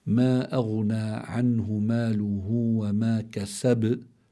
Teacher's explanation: بتكون القلقلة هنا أقوى من القلقلة في قوله تعالى الأبتر، لأنها في وسط الكلمة